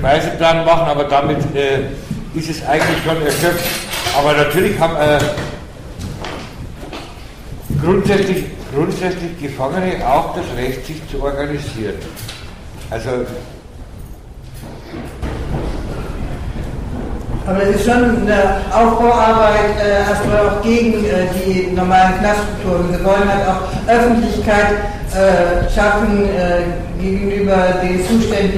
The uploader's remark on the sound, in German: Auf den A-tagen 09 (Hamburg). Mitschnitt des am 13.06.09 auf den A-Tagen stattgefundenen Workshops.